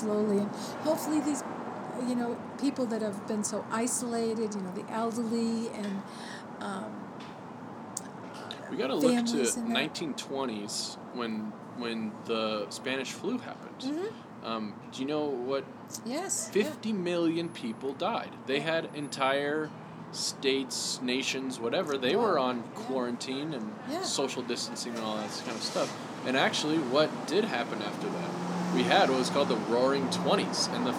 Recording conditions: sounds in the background